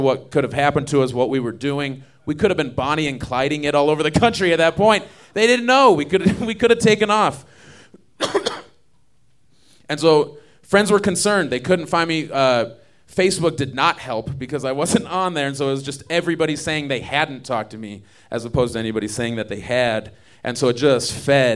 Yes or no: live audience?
yes